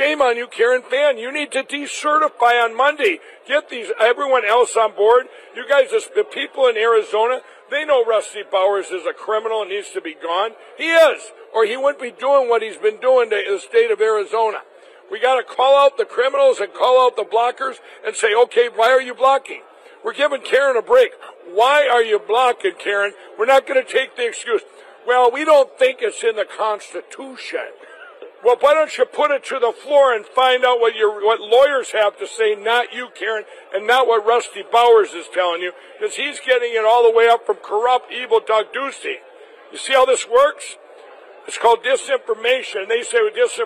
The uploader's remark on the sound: Live From CPAC